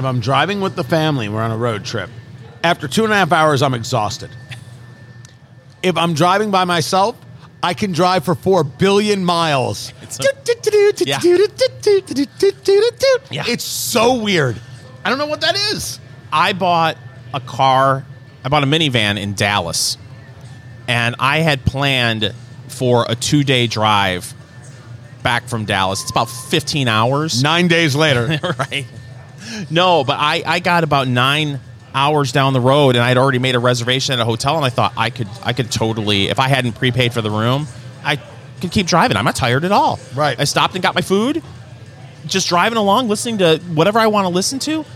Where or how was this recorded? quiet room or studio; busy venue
busy venue